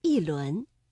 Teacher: 第二句“一轮明月”，这里的“一”读四声，一轮